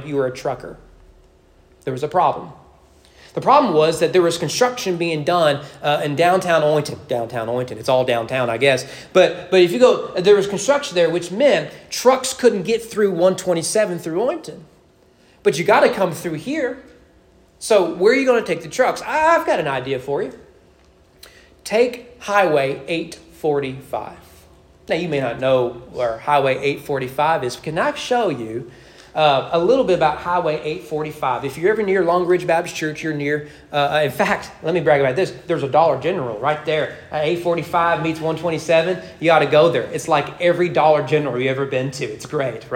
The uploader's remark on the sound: Sermon preached at East Frankfort Baptist Church on September 24, 2023 during morning worship.